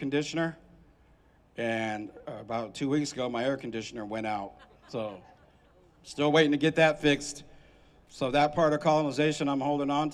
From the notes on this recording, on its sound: Save California Salmon Rally at The State Capital. Sounds from the Save California Salmon event held at the California State Capitol on July 5th.